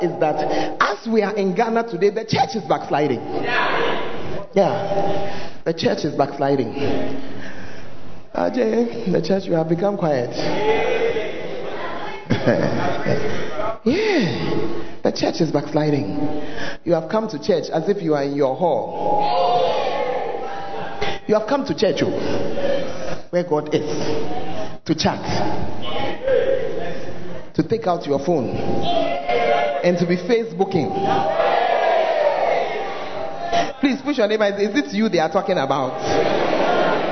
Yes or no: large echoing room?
yes